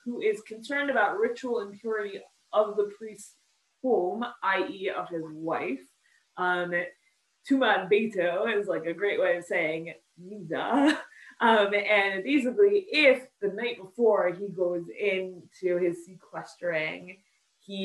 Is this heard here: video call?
yes